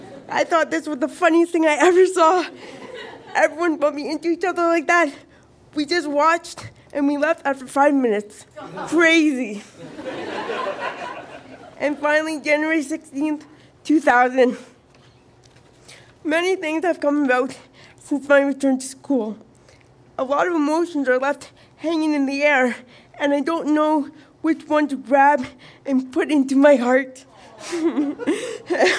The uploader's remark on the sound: Recorded live at Fromagerie Elgin in Sudbury.